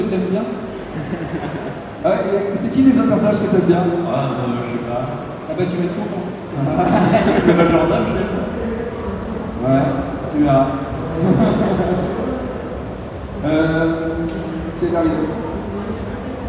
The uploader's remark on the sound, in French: Conférence TGS 2017